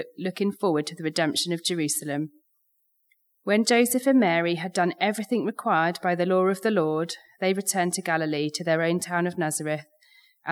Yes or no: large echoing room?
yes